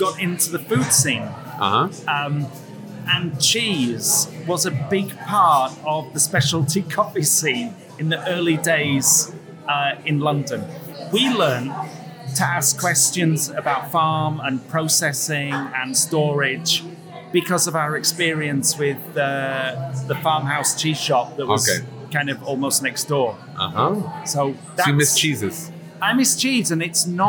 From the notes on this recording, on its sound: We sat for about 40 minutes in Kafe Pragovka during the Czech Barista Championships , and despite the noise in the coffee shop and at the event. We sat for about 40 minutes in Kafe Pragovka during the Czech Barista Championships , and despite the noise in the coffee shop and at the event.